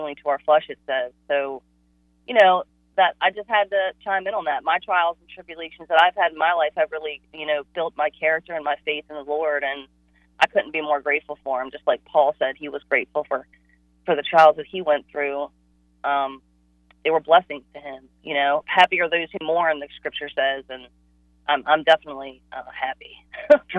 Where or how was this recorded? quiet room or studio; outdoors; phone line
phone line